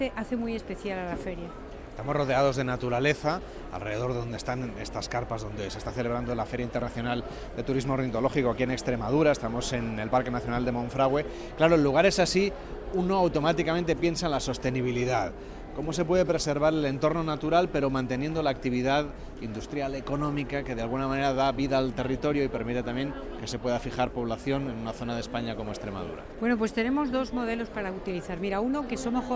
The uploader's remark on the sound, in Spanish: En directo, desde Villarreal de San Carlos, en el corazón del Parque Nacional de Monfragüe, nos sumamos a la celebración de la edición número 19 de la Feria Internacional de Turismo Ornitológico. Un evento que atrae a miles de personas de todas las partes del mundo que llegan a este santuario natural atraídos por la observación de las aves.